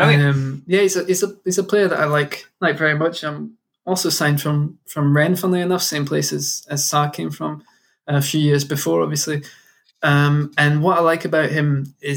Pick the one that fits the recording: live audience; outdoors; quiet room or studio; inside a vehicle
quiet room or studio